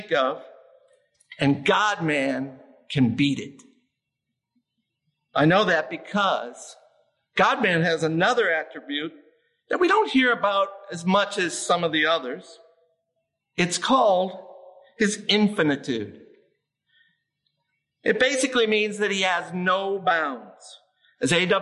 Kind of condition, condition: setting, large echoing room